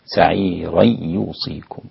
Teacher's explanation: إذا وصلت سعيري يوصيكم، فإن خلف أسقط الغنة في الياء في الإدغام مع الياء، سعيري يوصيكم هكذا.